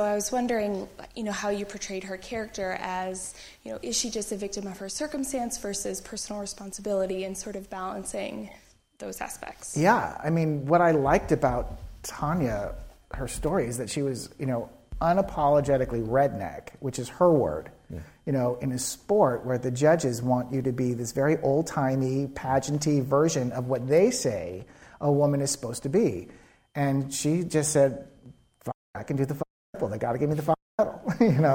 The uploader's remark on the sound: Before a live audience at UCSB.